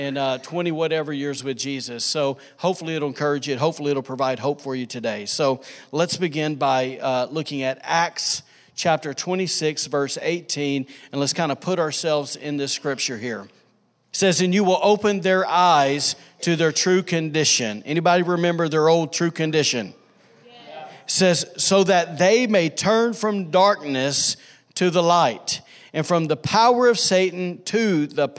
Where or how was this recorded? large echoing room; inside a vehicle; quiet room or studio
large echoing room